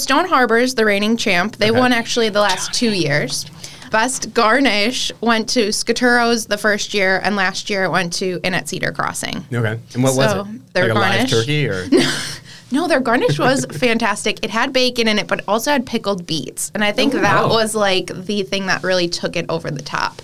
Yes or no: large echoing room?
no